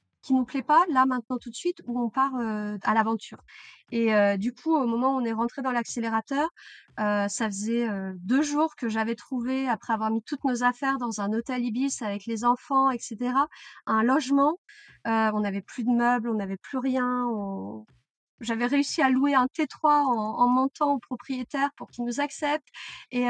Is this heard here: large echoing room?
no